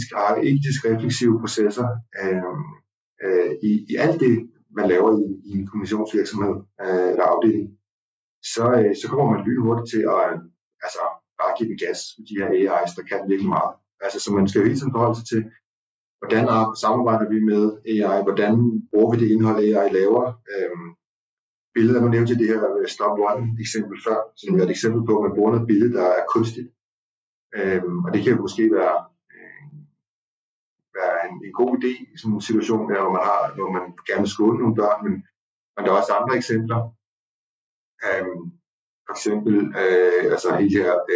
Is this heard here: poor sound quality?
yes